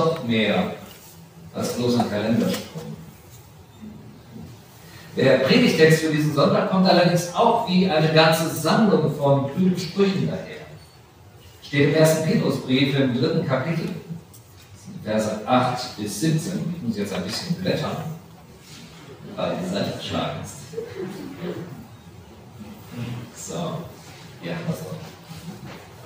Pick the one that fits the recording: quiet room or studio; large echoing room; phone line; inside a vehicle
large echoing room